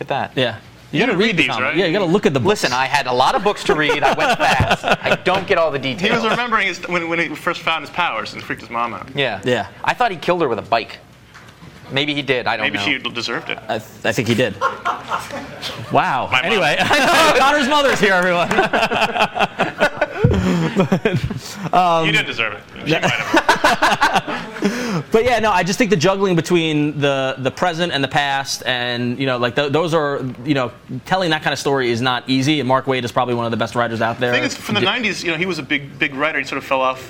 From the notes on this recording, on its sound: Recorded live in front of a comic book audience. At Jim Hanley's Universe! We talk the books of the week and take lots of audience questions.